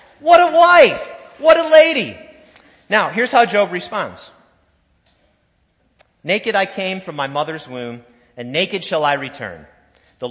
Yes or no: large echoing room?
yes